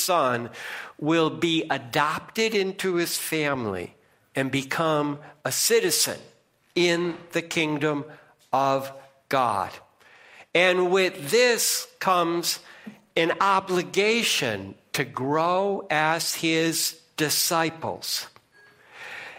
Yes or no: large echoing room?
yes